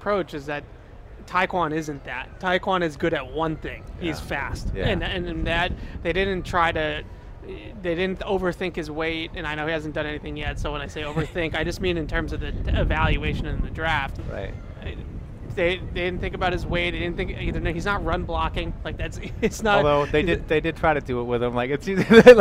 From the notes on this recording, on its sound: broadcasted live from Day 2 of Patriots Training Camp